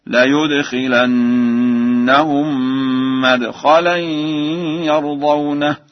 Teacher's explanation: قرأ ورش مدخلا بفتح الميم